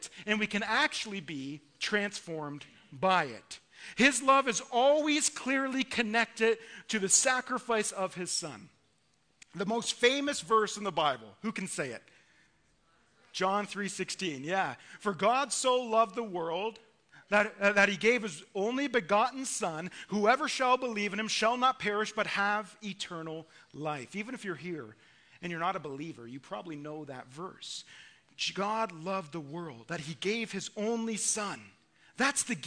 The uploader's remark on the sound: Listen to our Christmas Eve sermon delivered at our evening service.